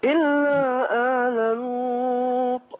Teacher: لازم أبين إيه قلقلة الطاء